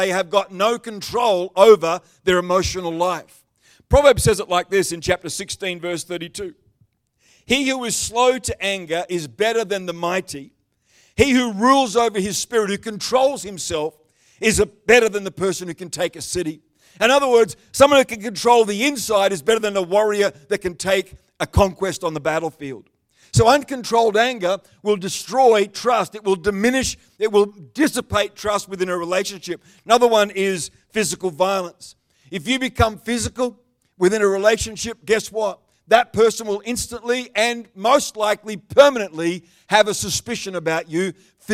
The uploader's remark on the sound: The live stream of Destiny Church Atherton.